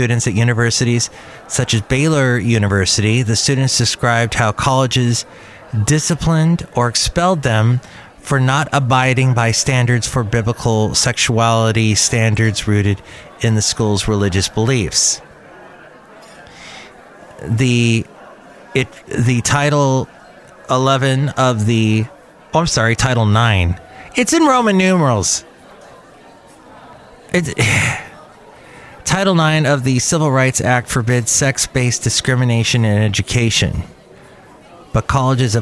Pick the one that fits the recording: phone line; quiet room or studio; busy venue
busy venue